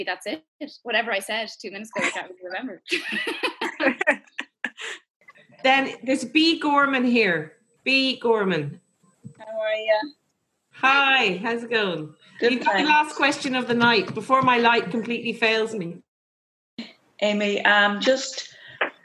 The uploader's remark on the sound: came for the Zoom chats last Saturday night